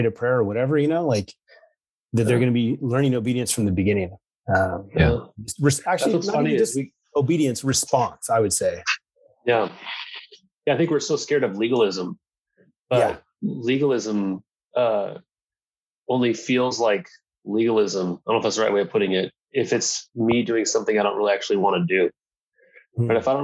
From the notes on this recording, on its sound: check in over Zoom